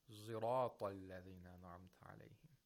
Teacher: it's something in between a sod and a zay. It's not exactly a pure zay.